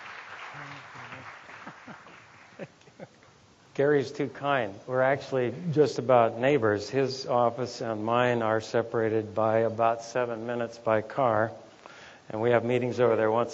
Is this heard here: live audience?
yes